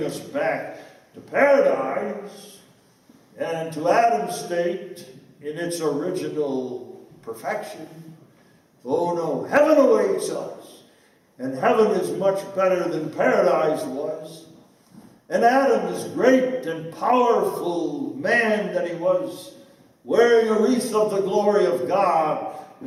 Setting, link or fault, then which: setting, live audience